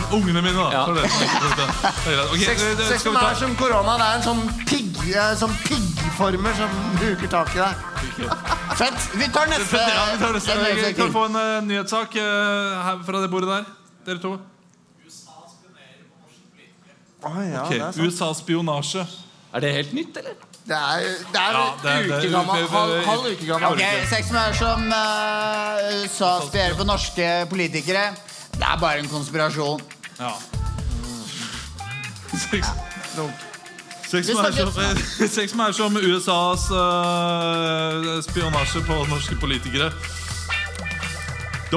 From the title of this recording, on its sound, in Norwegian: Live fra Salt